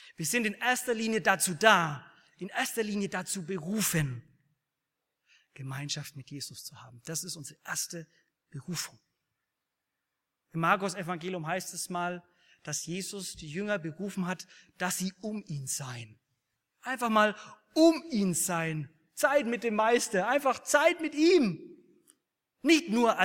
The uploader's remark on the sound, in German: aus dem Gottesdienst der Liebenzeller Mission